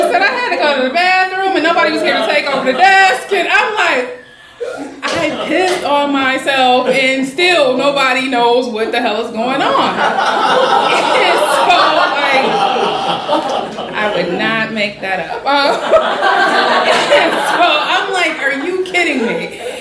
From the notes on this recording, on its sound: Live at The Story Studio! Share personal stories at our school's latest live show.